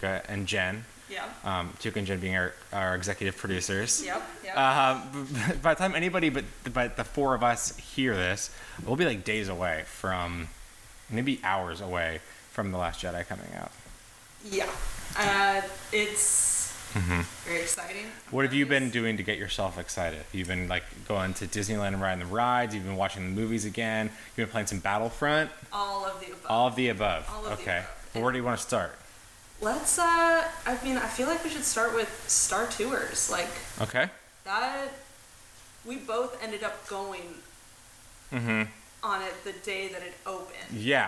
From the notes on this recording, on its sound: battling microphone technical difficulties